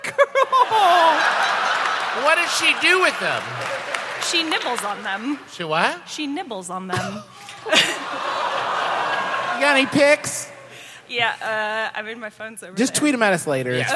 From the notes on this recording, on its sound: We've got a live show for you in his absence -- it's from this past April, when the lovely denizens of Houston, TX came down to Jones Hall